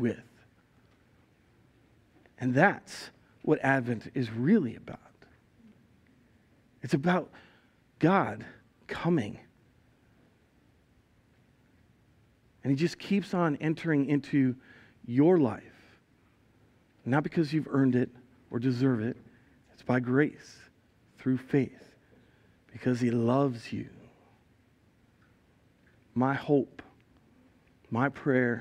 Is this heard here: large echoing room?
yes